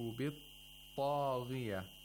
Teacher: we have a ta with the highest level of tafkhim. The strongest letter with the highest level of tafkhim.